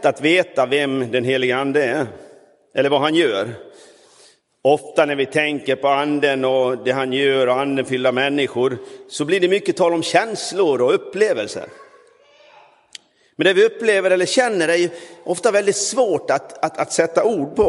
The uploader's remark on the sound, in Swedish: Inspelad i Roseniuskyrkan den 21 maj 2023.